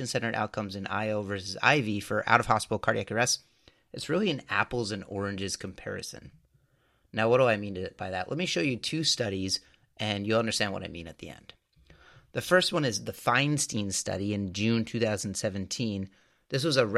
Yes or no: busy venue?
no